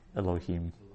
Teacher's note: it's a glottal stop that opens a word, and then it's immediately followed by an extremely short vowel